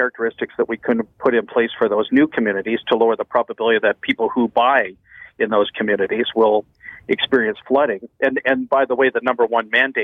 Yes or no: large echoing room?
no